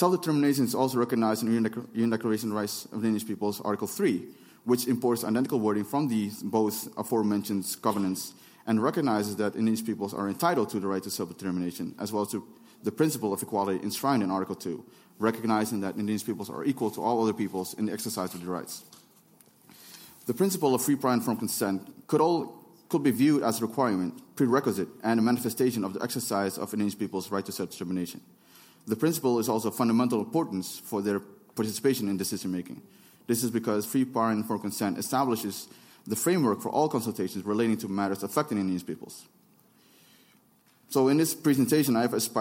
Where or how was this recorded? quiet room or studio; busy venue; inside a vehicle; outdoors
busy venue